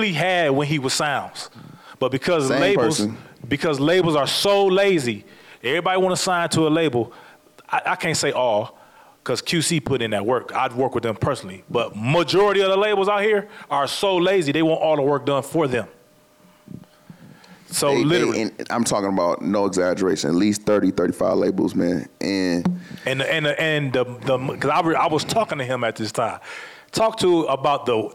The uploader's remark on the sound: This episode was recorded live in July 2023. Amplifier is filmed and recorded in front of a live audience at the Radio Milwaukee studios in Milwaukee, Wisconsin.